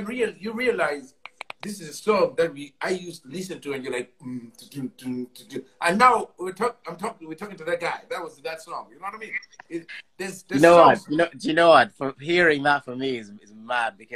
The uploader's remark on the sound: live on Instagram